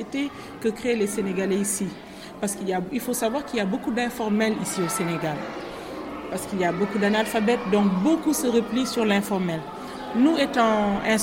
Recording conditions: outdoors